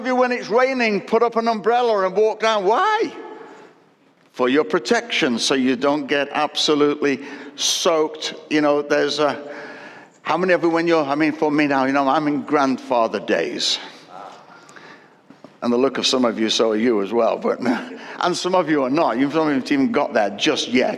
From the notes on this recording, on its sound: Recorded at Destiny Church, UK, WF1 4AF